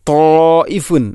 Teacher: ഇനി തായിഫുൻ, അവിടെ മദ് മുത്തസിലുണ്ട്, മദ്ദിൻ്റെ അക്ഷരമായ അലിഫിന് ശേഷം ഹംസ, അതേ പദത്തിൽ വരുമ്പോൾ നാലോ അഞ്ചോ ഹർക്കത്തിന് തുല്യമായിട്ട് നീട്ടൽ നിർബന്ധമാണ്.